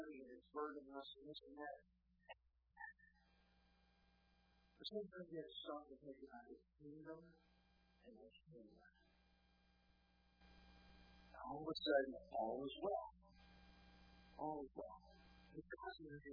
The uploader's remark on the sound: Sermon was recorded July 08, 2018 at Northside Baptist Church of Elkhart, Indiana